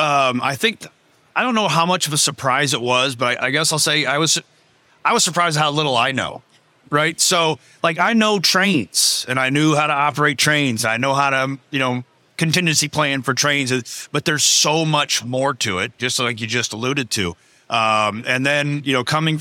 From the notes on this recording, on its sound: recorded live at APTA TRANSform Conference and EXPO